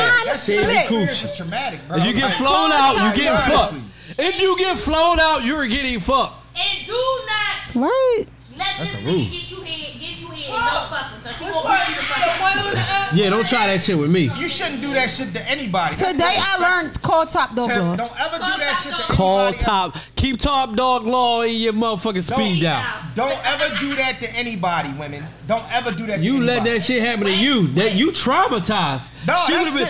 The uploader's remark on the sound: Live From Krush Lounge in Philadelphia Pa on 4/4/23!